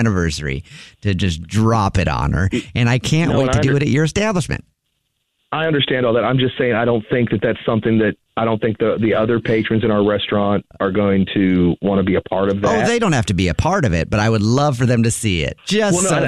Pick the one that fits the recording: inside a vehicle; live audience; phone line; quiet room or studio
phone line